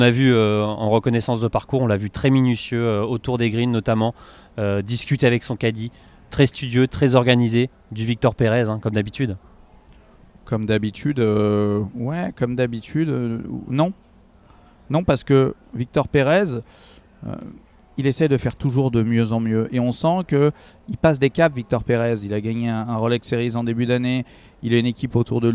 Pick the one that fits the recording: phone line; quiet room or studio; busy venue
busy venue